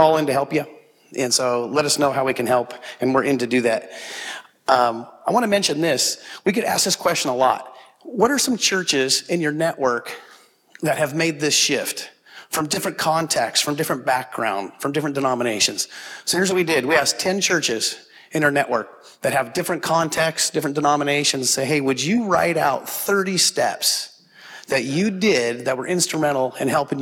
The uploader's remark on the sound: This audio was from Relational Discipleship Network 's first track session from last year's Forum. This audio was from Relational Discipleship Network 's first track session from last year's Forum.